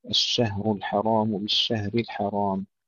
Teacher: الشهر ترقيق الشين والهاء، لا نقول الشهر، الشهر الحرام بالشهر الحرام أيضا، الشين والهاء نرققهما، كذلك نرقق الحاء ونفخم الراء جيدا.